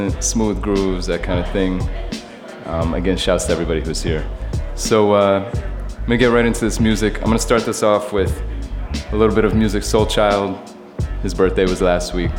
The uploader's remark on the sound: broadcast live on September 21, 2015 from the storefront of Meridian 23 music bar